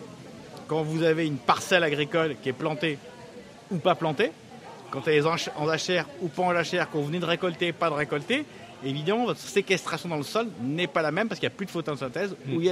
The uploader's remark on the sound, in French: RCF en direct de la 76e Foire de Châlons.